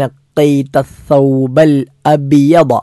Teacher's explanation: അബിയദ എന്നത് ദാദാണ്. ദാദ് എന്ന അക്ഷരം പല്ല് ഇടതുഭാഗത്തോ വലതുഭാഗത്തോ ഉള്ള പല്ലിലേക്ക്, ഇടതുഭാഗത്തെ പല്ലിലേക്ക് നാവിൻ്റെ ഇടതുഭാഗം, അല്ലെങ്കിൽ വലതുഭാഗത്തെ പല്ലിലേക്ക് നാവിൻ്റെ വലതുഭാഗം സ്പർശിച്ചുകൊണ്ട് ഉച്ചരിക്കേണ്ട അക്ഷരമാണ്